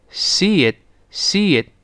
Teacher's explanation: 最后那个 t 失去爆破了